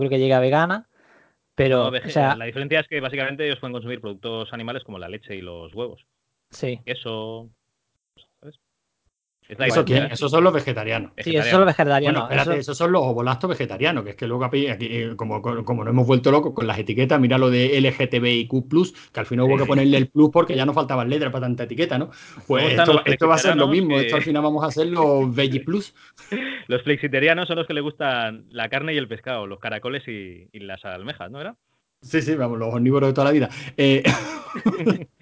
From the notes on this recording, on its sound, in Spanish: Tres pollaviejas una galleta y un micro, el resultado es tal cual se ha grabado por Skype, sin trampa ni cartón, ni música, ni acordeón.